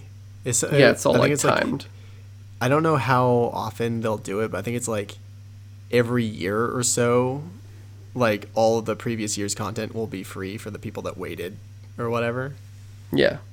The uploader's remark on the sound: Excuse our dead dialogue and humming in the background.